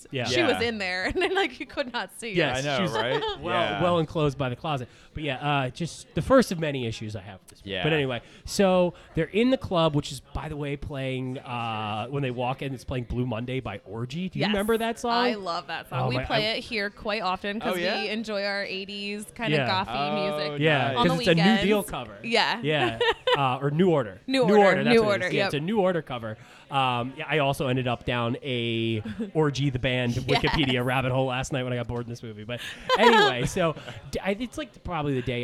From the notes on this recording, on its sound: LIVE FROM MANATAWNY STILLWORKS ON EAST PASSYUNK AVE